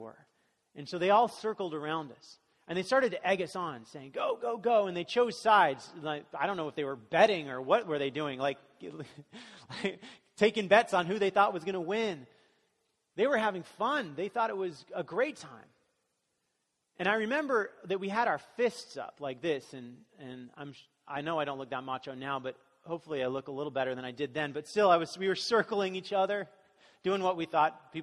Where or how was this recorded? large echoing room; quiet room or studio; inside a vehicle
large echoing room